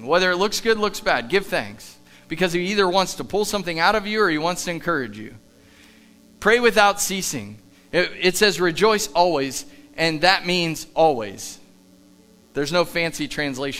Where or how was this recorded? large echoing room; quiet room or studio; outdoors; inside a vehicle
large echoing room